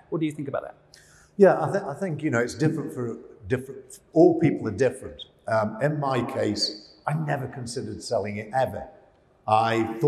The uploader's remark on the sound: LIVE on stage at Ideas Fest 2022.